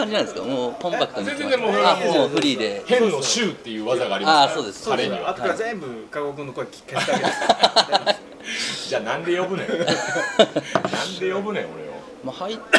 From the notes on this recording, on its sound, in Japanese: そろそろ同じパターンで録音するのも飽きてきたので、今回はいろんなお店で出張録音を試みてみました。